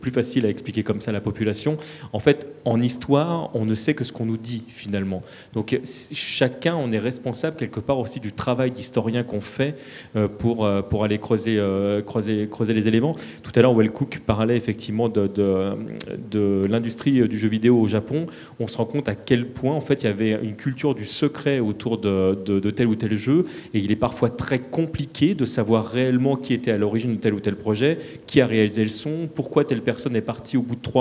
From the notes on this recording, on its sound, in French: La conférence à été enregistrée lors du 1er Forum du Jeu Vidéo de Livry-Gargan le 30 janvier 2016.